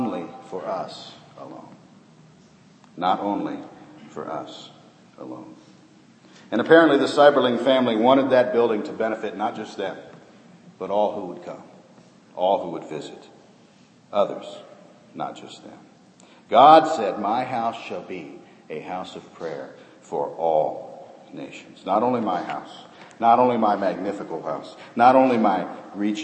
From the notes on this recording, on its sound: This sermon was preached in the first service held in our remodeled auditorium